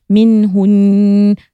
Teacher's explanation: Dengung ni dia kehidungan dan dia dua harokat. Panjangnya sebanyak dua harokat. · Term: Wajibul guna